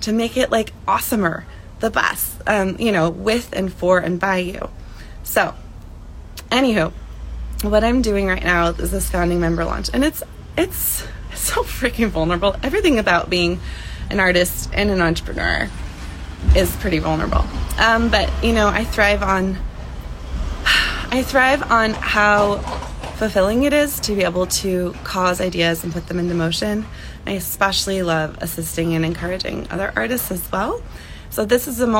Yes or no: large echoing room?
no